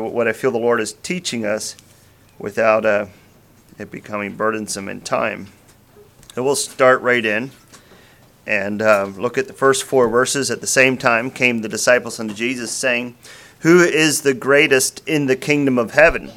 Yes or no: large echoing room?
yes